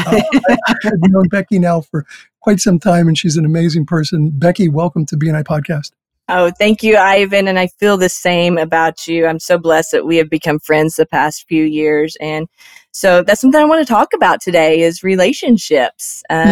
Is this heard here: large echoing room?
no